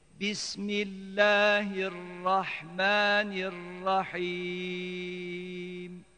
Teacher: hirra, nirra hecelerini söylerken sakın dudakları yumarak ötre havasını vermeyelim